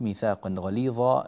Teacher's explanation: علينا فقط أن ننتبه لإظهار التنوين عند الغين